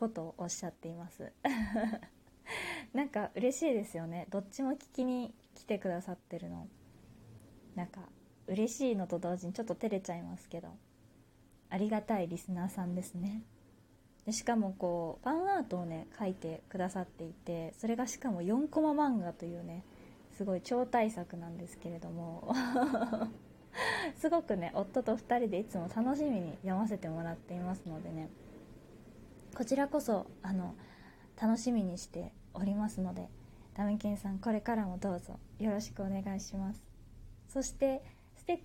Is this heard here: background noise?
yes